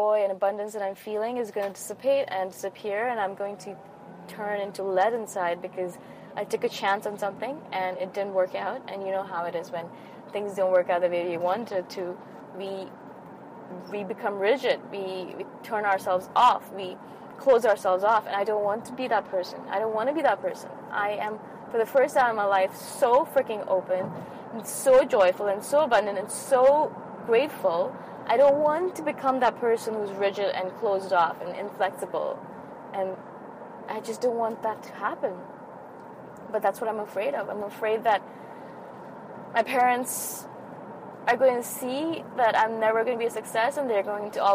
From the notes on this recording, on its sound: I recorded this episode in my car after a really amazing Yin Yoga class.